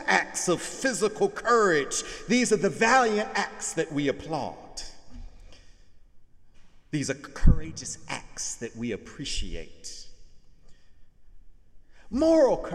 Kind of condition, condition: setting, large echoing room